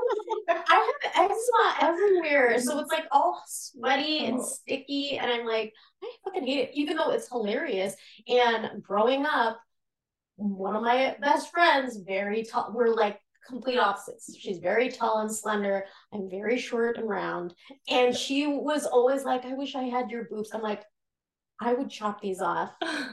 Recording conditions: echo